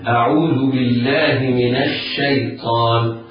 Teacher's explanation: وعند الوصل تنطق النون وصلها بما قبلها، تنطق النون مفتوحة بعدها شين مشددة لسقوط همزة الوصل